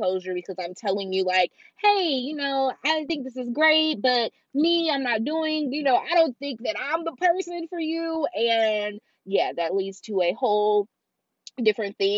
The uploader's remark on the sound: This episode is unfiltered, unedited, and literally recorded in my car!